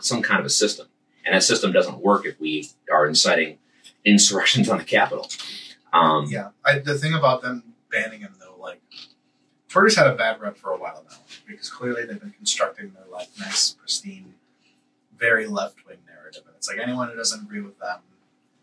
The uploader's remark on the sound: We are releasing our Political Mash Bill livestream. Sound quality will be much poorer than usual due to our solely livestreaming off of an iPhone.